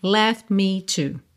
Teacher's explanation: Você precisaria desse milésimo de segundo para soltar a língua do céu da boca, para ter o t, t, t. Você já está fechando o lábio para o me.